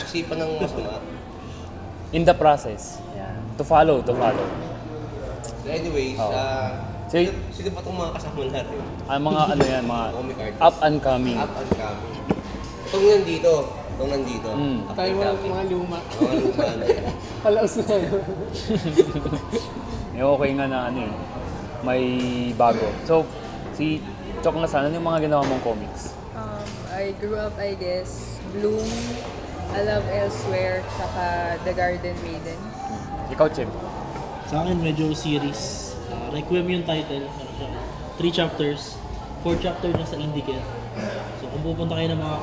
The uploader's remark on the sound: engage in a lively discussion at Manukan at Bakahan sa Metrowalk